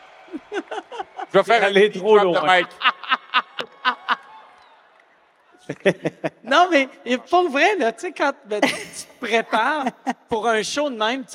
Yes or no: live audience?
yes